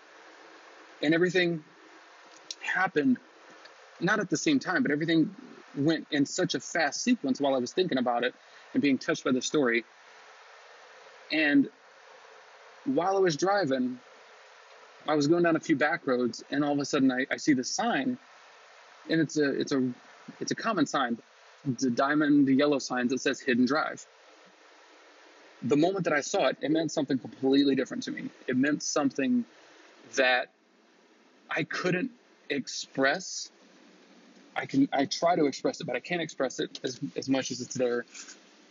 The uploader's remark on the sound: Even with audio quality that isn't the best